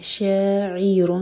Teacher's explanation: جب کسرہ پڑھیں گے تو ہمارے ہوٹ بالکل پھیلے ہونے چاہیے یہاں پہ عی کا ساؤنڈ نہیں آنا چاہیے نہ ہی حمزہ کا